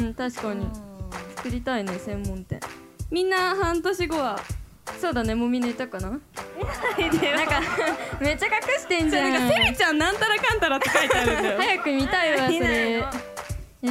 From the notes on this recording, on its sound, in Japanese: BPM主催ライブ「どどっとドットvol.15」（秋葉原ZEST）公開収録の模様をお送りします。